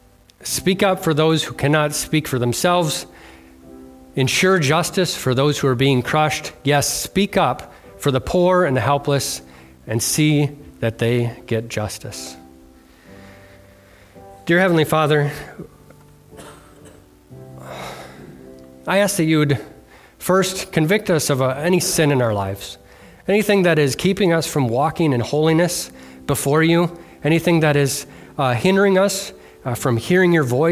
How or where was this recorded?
large echoing room